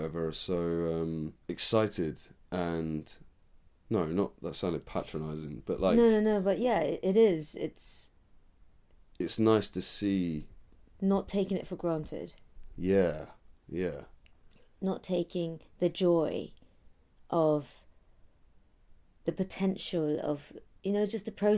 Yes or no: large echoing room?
no